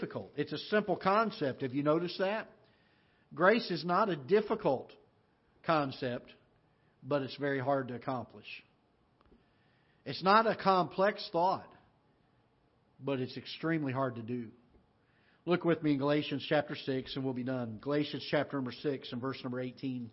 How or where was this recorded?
large echoing room